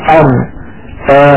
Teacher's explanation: يصطدم طرف اللسان مع ما يحاذيه من الحنك الأعلى، لكن يبقى هنا في الوسط يبقى فرجة بسيطة · Term: حرف الراء